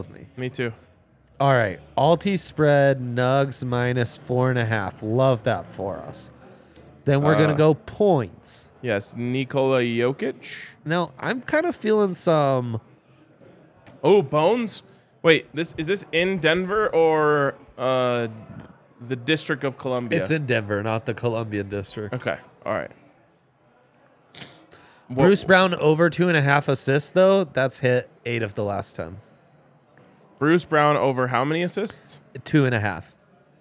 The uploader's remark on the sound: LIVE from the DNVR Bar